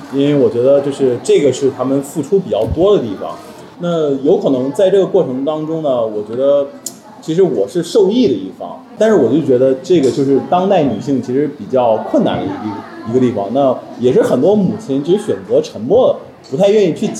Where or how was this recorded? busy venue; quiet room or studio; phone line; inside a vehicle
busy venue